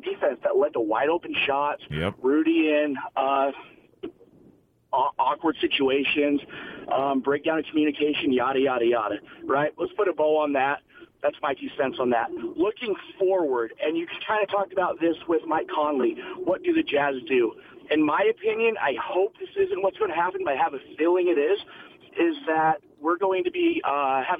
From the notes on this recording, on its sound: Reacted to the playoffs-ending loss to the Clippers while taking fans' calls on Friday night/Saturday morning.